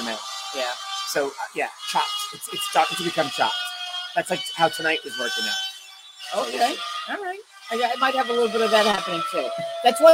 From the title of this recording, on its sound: Live From Rab's